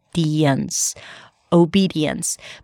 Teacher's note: The first one is O, as in go at the beginning, then B, high E, and then another high E in the next syllable, D, so O-B-D, and then a schwa sound, uns, obedience. You have a small y sound there in between.